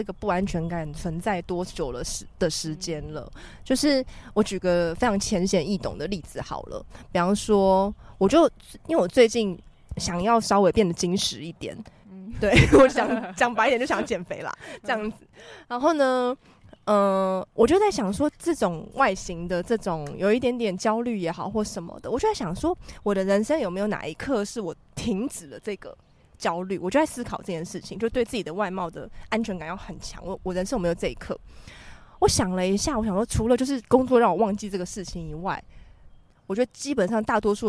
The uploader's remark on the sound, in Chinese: 本集在有風的天臺錄製，會有飛機起降的聲音哦